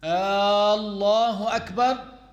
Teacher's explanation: they extend the Hamza at the beginning of the glorified name, Allah